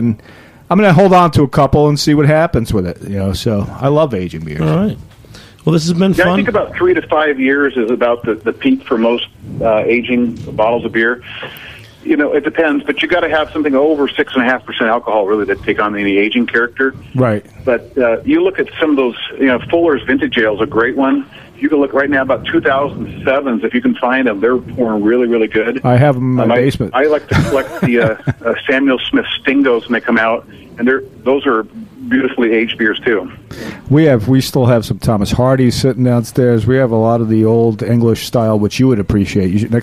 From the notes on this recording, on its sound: calls in from Washington